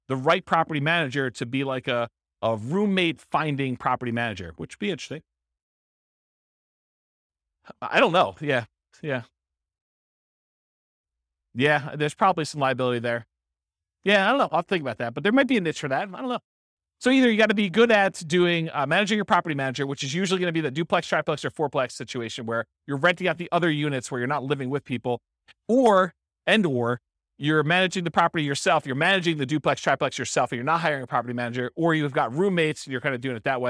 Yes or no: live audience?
yes